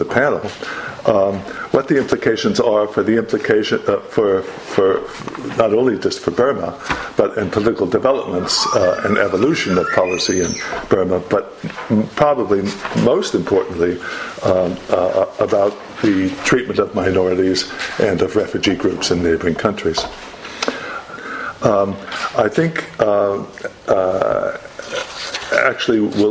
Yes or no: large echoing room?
yes